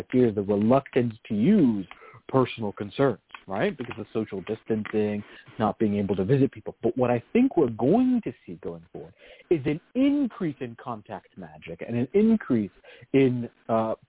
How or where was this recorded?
phone line